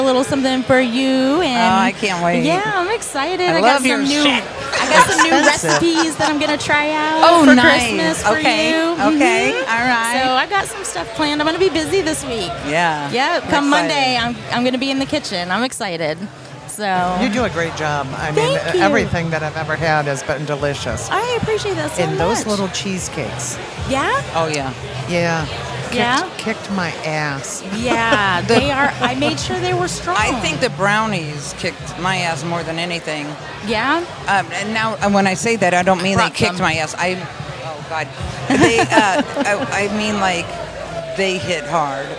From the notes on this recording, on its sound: While recording at the Cannabis Festival